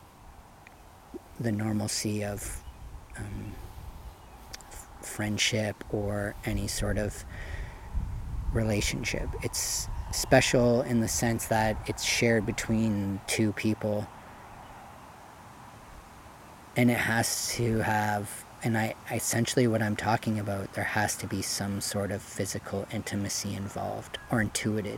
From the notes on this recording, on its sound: Filmed Live unedited one evening at Marden Pond in Marden.